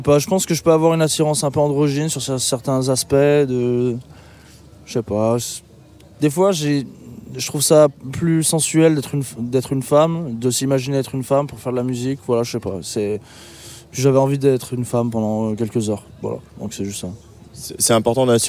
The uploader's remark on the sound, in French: En direct de Rock en Seine